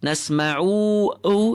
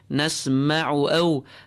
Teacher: Do not pull the dhamma of the word نسمع too long. · Shown in: second take · نسمعو is incorrect.